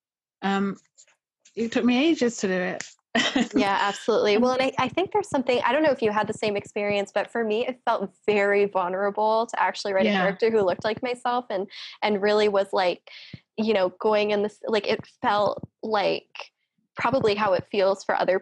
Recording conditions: video call